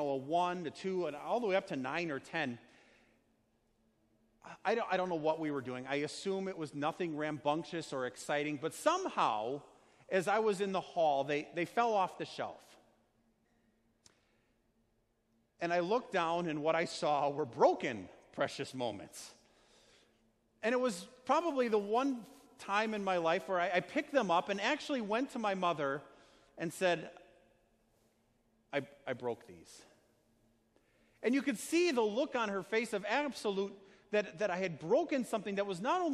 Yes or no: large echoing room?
yes